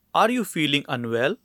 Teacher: As you listen to these questions, you can understand that they all end on a rising tone. There is always a stress on the first word.